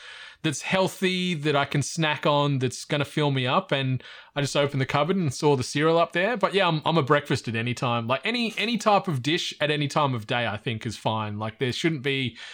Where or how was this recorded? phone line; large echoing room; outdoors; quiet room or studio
quiet room or studio